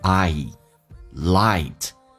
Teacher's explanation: 双元音 i 这个发音要比较的饱满，嘴巴上下打开到极限，再滑动到 a 这个发音